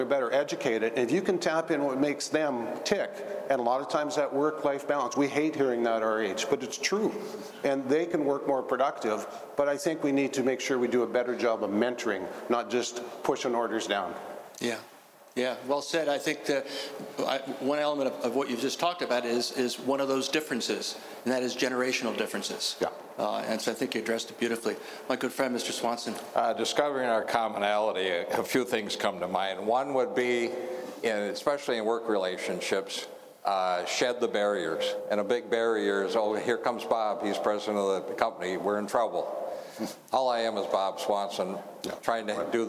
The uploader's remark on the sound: Live at IUPAT - Part 1. I was joined by six senior leaders in the finishing trades for a lively 90 minute conversation.